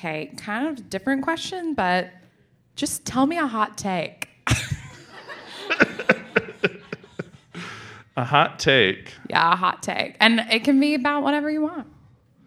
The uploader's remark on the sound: On our season finale we record our episode in front of a live audience. It was an amazing night.